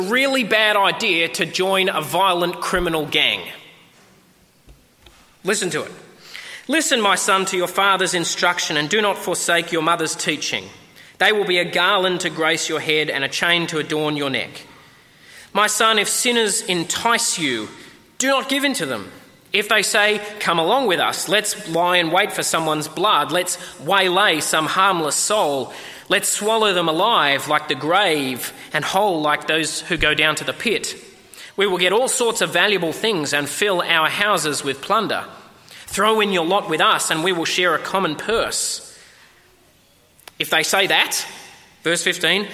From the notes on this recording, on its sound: At a 10am service